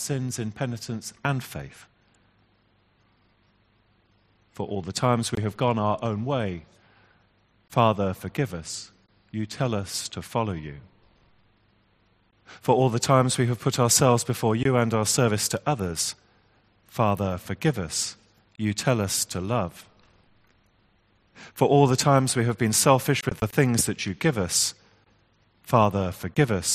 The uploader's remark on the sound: Our 10.30am morning service, which was live-streamed from church.